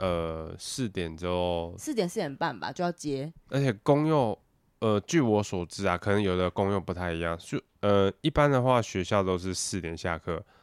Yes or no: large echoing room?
no